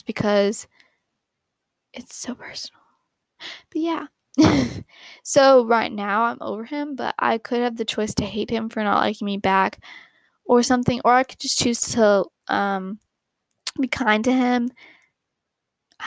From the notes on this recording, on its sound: Sorry for the microphone noises you may hear throughout the episode!!